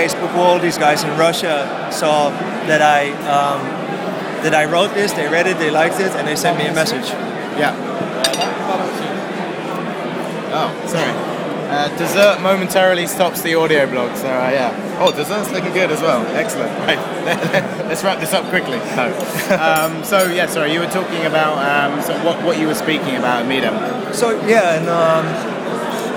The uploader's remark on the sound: at Midem Speakers dinner at InterContinental Carlton Cannes